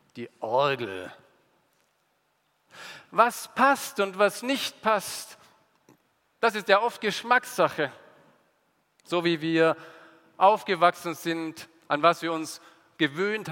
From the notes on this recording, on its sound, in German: aus dem Gottesdienst der Liebenzeller Mission